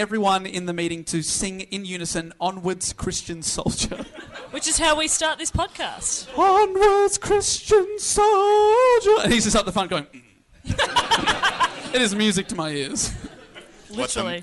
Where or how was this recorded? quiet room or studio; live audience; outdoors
live audience